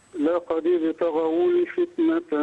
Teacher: قلقل الباء واكسر الدال